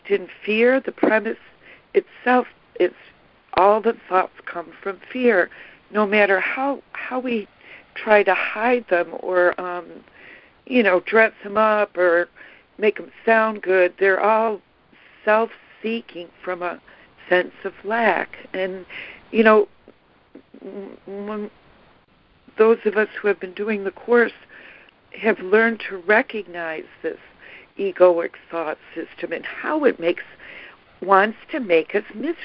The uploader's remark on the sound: ACIM Daily Conference Call.